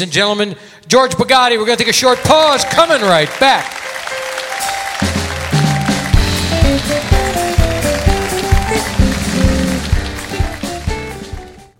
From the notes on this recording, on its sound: Live at the Southpoint Casino